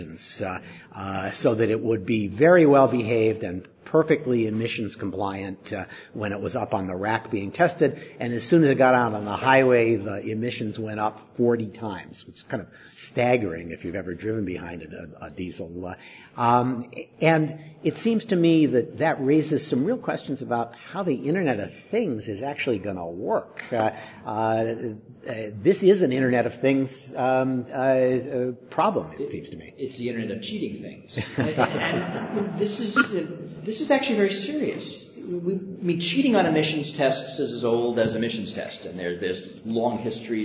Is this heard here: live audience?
yes